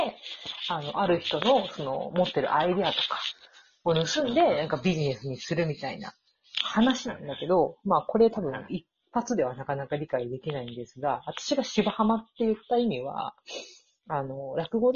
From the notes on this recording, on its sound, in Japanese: 基本遠距離収録です。マイク雑音はいっちゃってて申し訳ない。